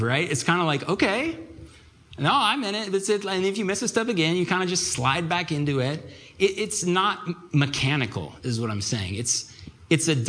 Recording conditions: live audience